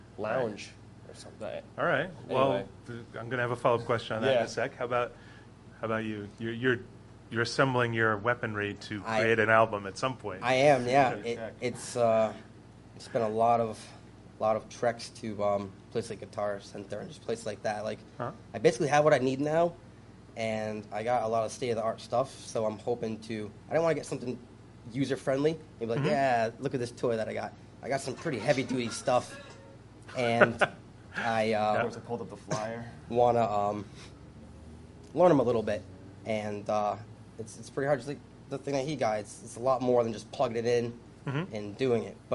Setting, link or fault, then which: setting, busy venue